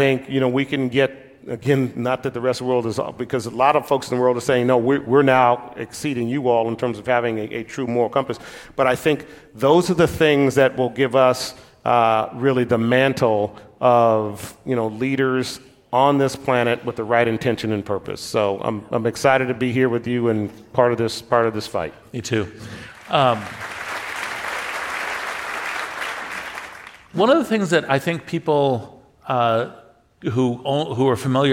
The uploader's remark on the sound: Recorded live at Summit LA 2019.